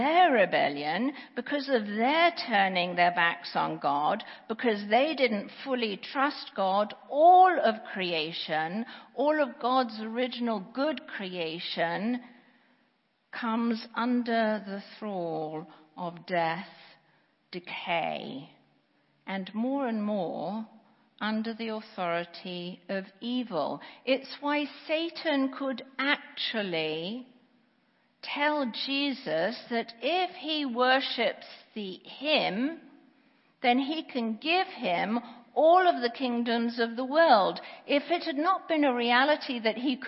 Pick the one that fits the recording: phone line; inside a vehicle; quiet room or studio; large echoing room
large echoing room